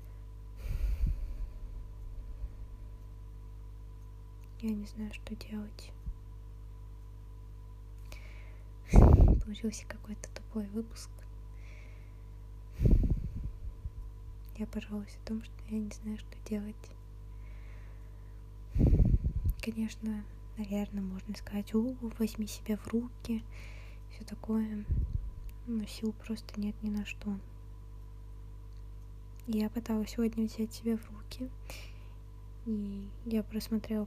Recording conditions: uneven or low level